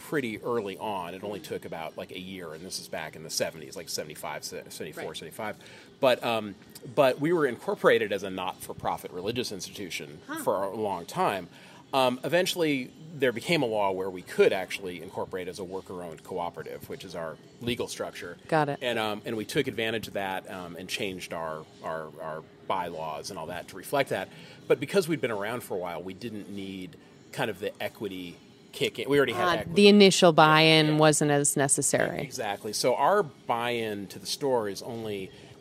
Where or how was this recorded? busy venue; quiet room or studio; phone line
busy venue